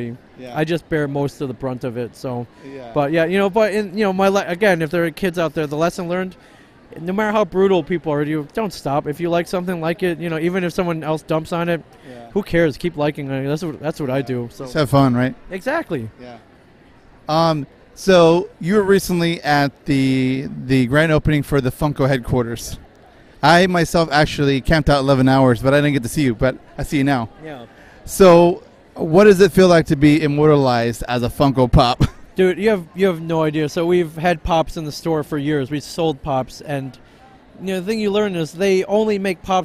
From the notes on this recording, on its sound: Recorded in 2017 at Rose City Comic Con in Portland Oregon.